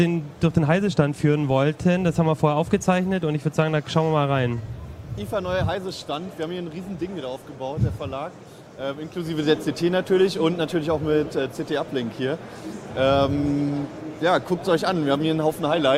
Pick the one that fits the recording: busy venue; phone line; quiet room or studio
busy venue